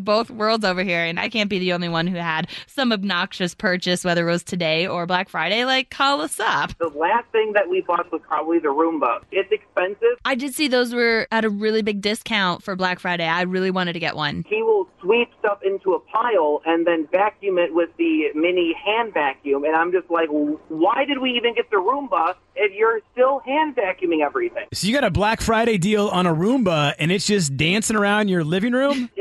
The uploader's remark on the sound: asked listeners to call